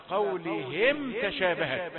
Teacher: إذا وصل مثل قولهم تشابهت والأصل الوقف، لكن إذا وصلت ميم ساكنة وجاءت تاء يبقى إظهار، ميم مظهرة ليست مضغمة.